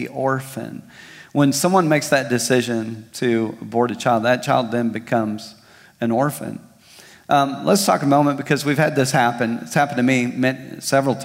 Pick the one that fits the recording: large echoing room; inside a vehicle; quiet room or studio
large echoing room